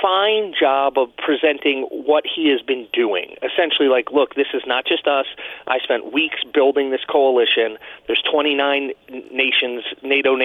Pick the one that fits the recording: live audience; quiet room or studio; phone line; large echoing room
phone line